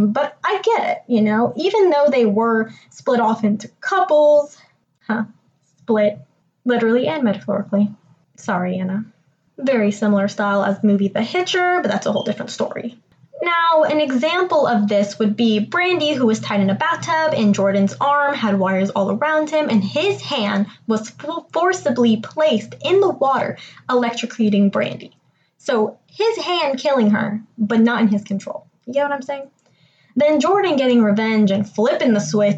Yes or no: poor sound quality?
yes